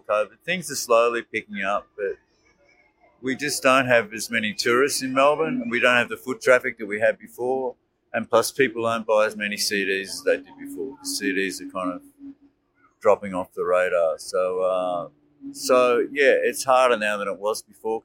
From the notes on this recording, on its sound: Interview recorded on May 30, 2023 (Bourke Street Mall, Melbourne Central Business District). Busking solo on Melbourne’s streets.